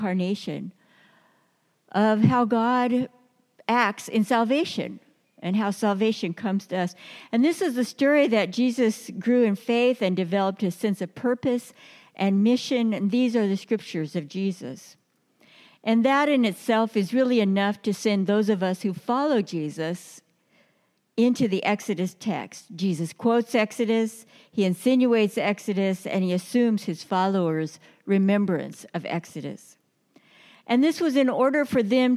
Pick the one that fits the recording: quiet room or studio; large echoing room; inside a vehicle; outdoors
large echoing room